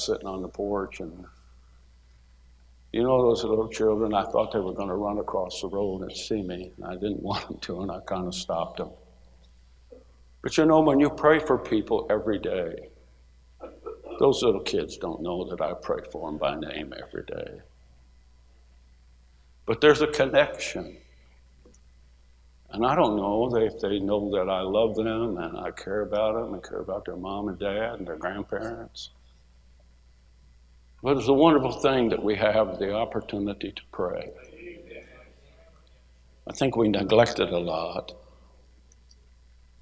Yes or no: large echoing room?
yes